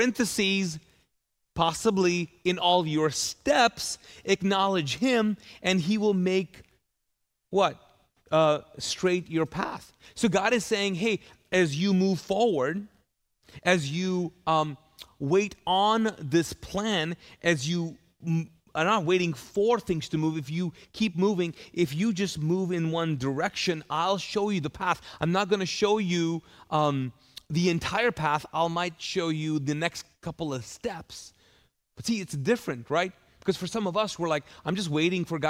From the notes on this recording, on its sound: This message was recorded live from the Mosaic Church "Hope Center" in Charlotte North Carolina.